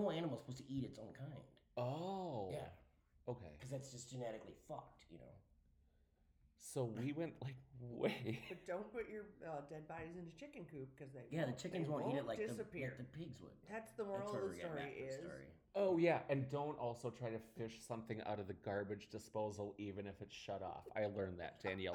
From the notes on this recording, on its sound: Sorry for the audio, we were recording in my apartment that has not great acoustics.